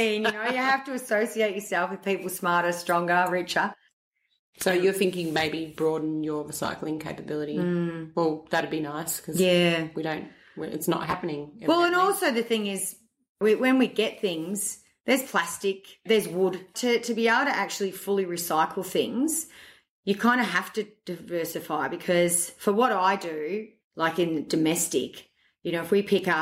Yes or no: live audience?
no